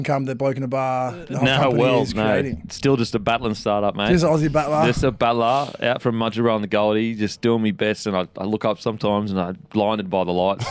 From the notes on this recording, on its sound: This podcast was recorded at The Village Inn Paddington